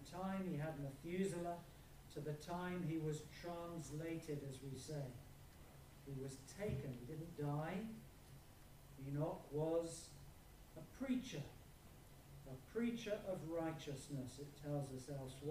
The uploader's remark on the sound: Apologies for reduced sound quality on this video